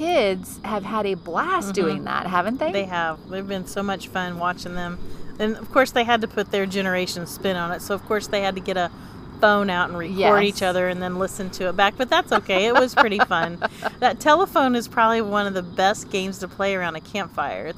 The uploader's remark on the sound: The Roadschool Moms crew pulls up a chair by the crackling campfire. The replay is a live recording by the Roadschool Moms team from the back porch and behind the wheel. Broadcasts from central Florida.